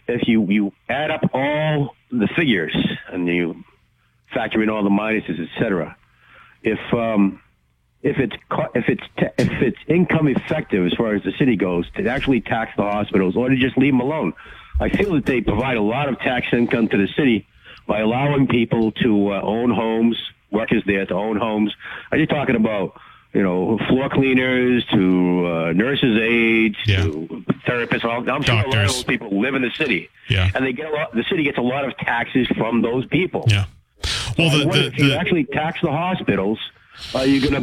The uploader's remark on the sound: takes calls from the audience